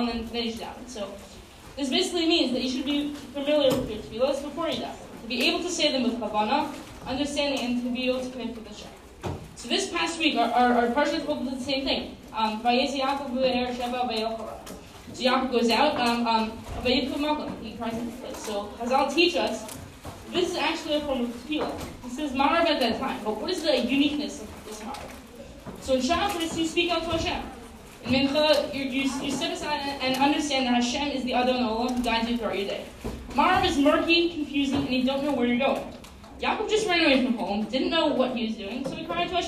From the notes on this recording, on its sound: Live from Yeshivat Noam! Everyday during lunch the students have this incredible opportunity to spend their lunch learning daf yomi.